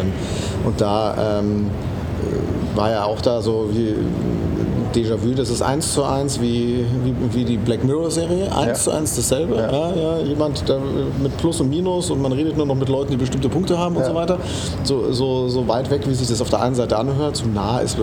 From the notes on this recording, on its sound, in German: Money2020 Asien. Dieses Mal haben wir den Podcast live vor Ort in Singapur aufgenommen.